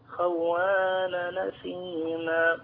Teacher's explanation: طالما ان التنوين ورا منه همزه ورش يشيل الهمزه وياخد حركة الهمزة دي يعملها ويحطها على التنوين